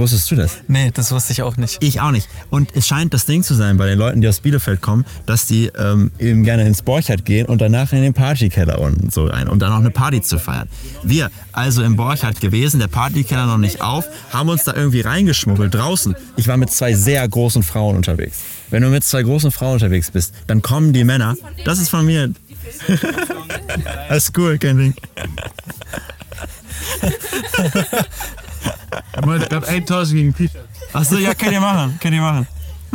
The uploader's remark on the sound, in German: Live beim Gallery Weekend